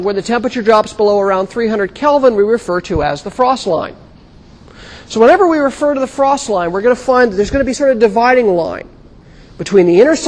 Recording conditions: large echoing room